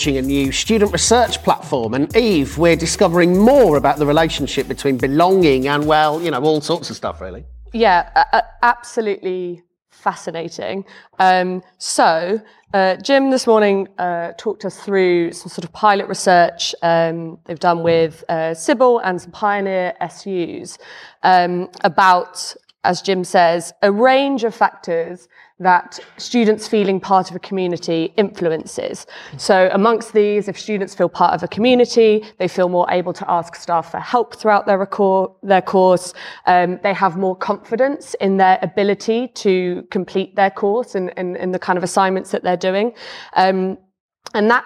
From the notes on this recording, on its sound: We’re live at our Secret Life of Students event in London.